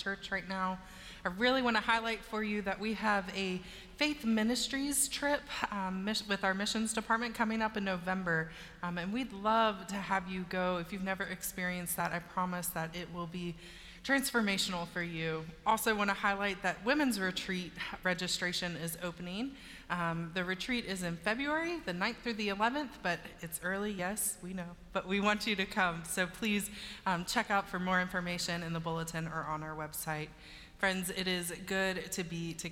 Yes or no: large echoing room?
yes